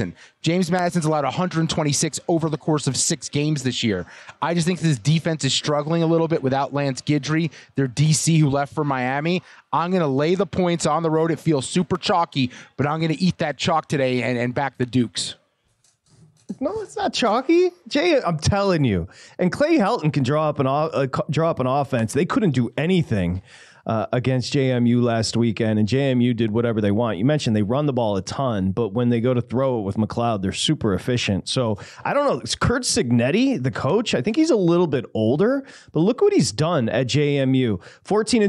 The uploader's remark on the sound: live from TPC Scottsdale's Draftkings Sportsbook